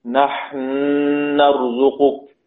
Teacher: نون في النون بتشديد النون بمقدار حركتين